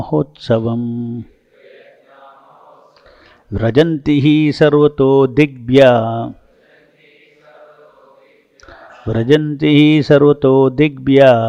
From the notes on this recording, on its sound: Listen to Srimad-Bhagavatam lectures given daily by the devotees at ISKCON Bangalore.